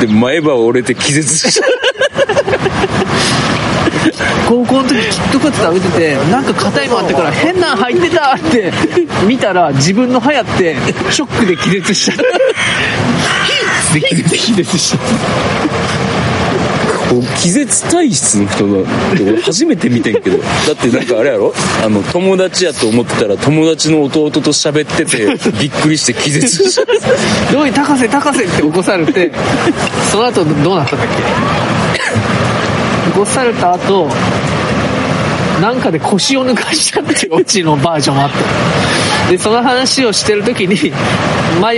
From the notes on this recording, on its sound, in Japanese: 鴨川で収録してみたところ、風が強くてノイズがあります。